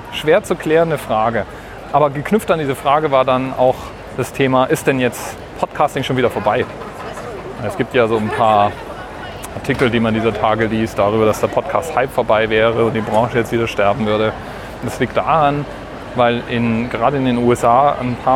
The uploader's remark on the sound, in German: Heute mal wieder eine Aufnahme von unterwegs, diesmal von der Frankfurter Buchmesse.